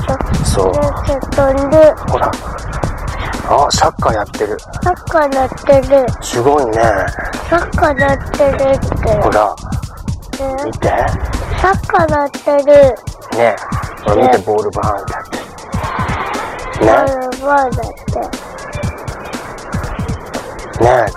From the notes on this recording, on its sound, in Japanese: 子供を連れてよく買い出しに行くのですが、その模様を収録。